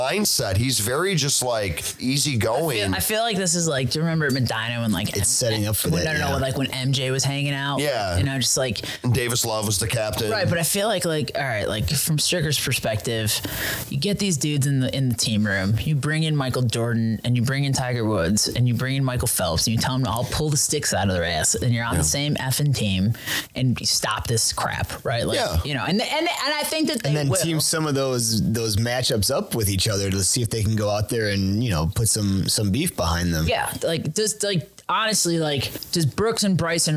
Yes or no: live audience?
no